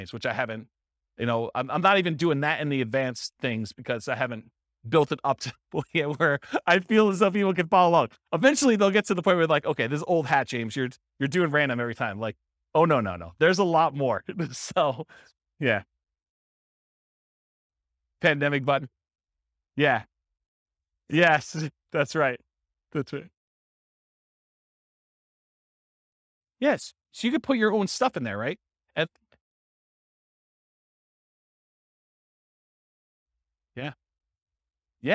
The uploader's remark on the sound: This was a live class recorded